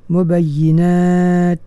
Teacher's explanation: kita letakkan hujung lidah di tempat keluar huruf ta dan dilepaskan dalam keadaan yang dikeluarkan bunyi angin tu · Term: sifat hamas